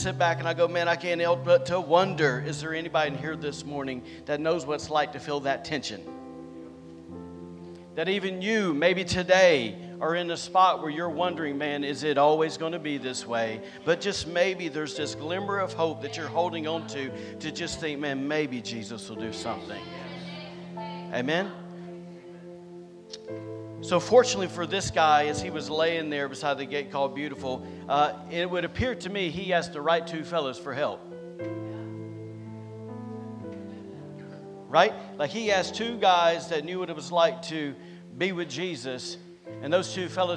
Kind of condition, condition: setting, large echoing room